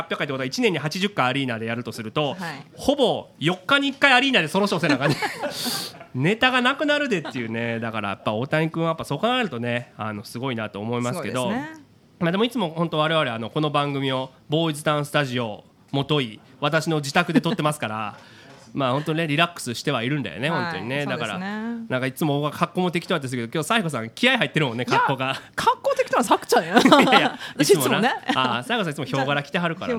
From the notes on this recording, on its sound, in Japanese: 公開収録！